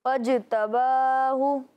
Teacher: جیم کی جب ادائیگی ہو رہی ہے تو آواز لوٹتی ہوئی معلوم ہو رہی ہے · Term: قلقلہ